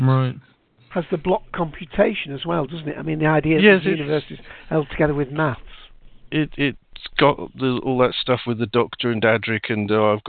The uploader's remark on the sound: calls in LIVE from Hurricane Who